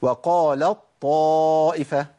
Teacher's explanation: التاء عندي بتذهب بالكليه وتبدل بطاء · Term: إدغام متجانسين